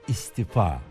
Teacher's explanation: İstifa mı, istifa mı? Yani i'yi mi uzatıyorsunuz, a'yı mı? Uzun söylenen a doğrusu. İstifa. Kendi isteğiyle işten veya hizmetten ayrılma.